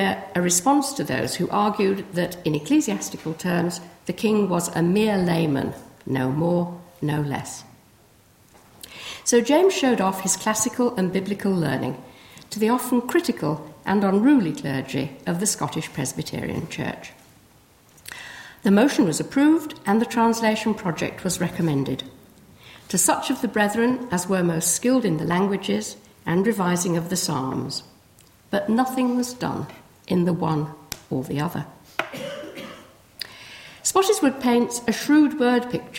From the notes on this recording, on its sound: First in the King James Bible Anniversary lecture at Corpus Christi College.